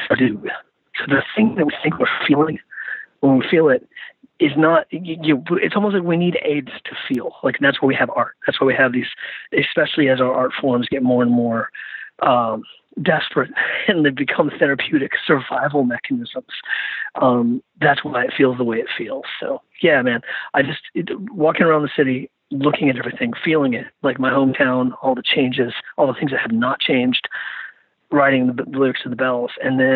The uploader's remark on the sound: jumped on the phone with me